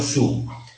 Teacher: El abocinamiento característico de la U ya se produce cuando se va a pronunciar la S y ya se adivina que detrás de la S vendrá la U. · Term: solapamiento